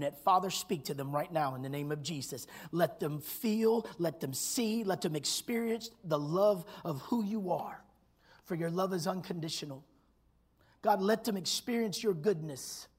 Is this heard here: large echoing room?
yes